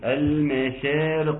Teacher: وان كان مش هتظهر قوي تفشي الشين لان الحرف متحرك وليس بساكن